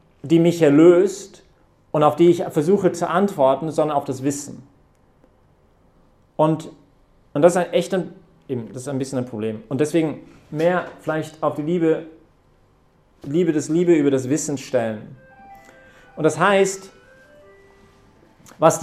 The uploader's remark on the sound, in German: Hat diese Predigt während der Young Professionals Messe am 13-12-2020 im Zentrum Johannes Paul II.